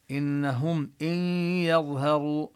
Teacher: النون في إن حكمها الإدغام بغنة، تدغم بالياء إدغاما ناقصا لأن الغنة للنون. إن يظهروا الياء مرققة والظاء مفخمة، يظهروا كذلك الهاء مرققة والراء مفخمة، يعني لا ينبغي أن يخلط القارئ بين الحروف المفخمة والحروف المرققة.